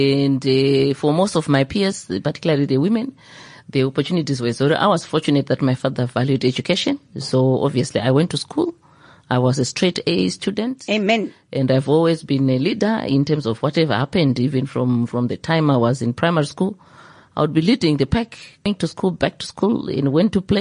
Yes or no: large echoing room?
no